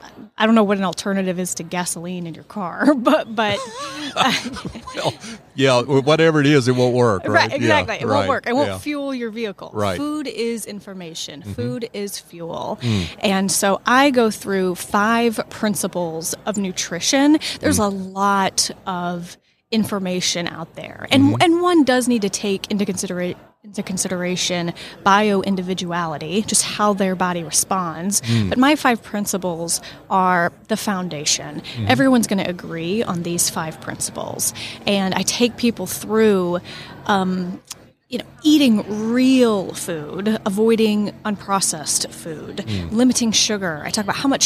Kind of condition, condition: setting, busy venue